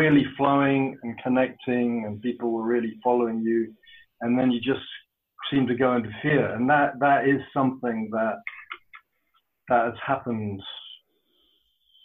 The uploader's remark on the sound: This is the closing Q&A session from May's "Awakening from the Dream" online retreat